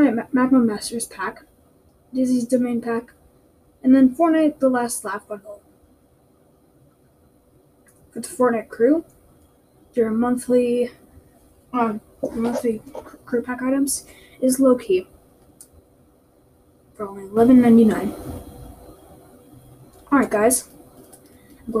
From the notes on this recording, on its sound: Sorry for the bad audio